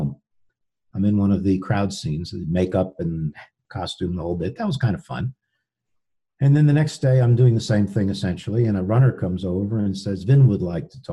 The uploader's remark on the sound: This episode was recorded remotely via Zoom and as such the sound quality may not be up to the usual high standards of the podcast recorded in the studio. We hope the content will make up for any deficiencies in the audio.